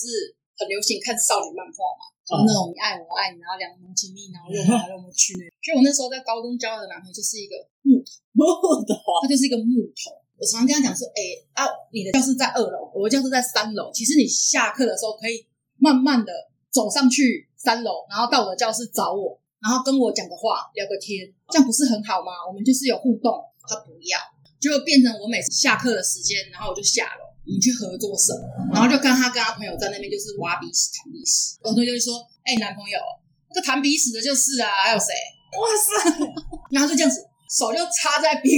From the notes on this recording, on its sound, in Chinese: 收音糟,我知道,請忍耐,會改進~~~真心發現不能胡亂改錄音方式。